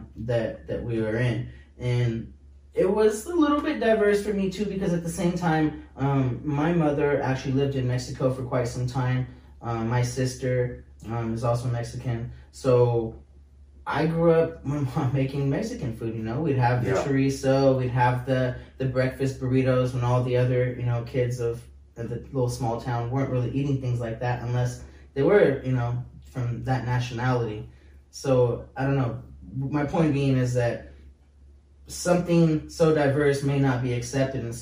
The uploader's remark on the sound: The audio is bad due to the fact that it was lost, so you're listening to the camera audio